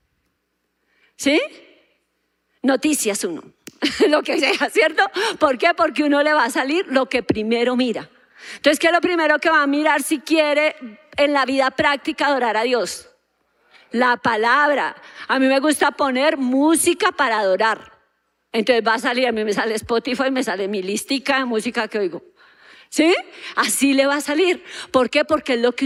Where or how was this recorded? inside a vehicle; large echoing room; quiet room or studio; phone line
large echoing room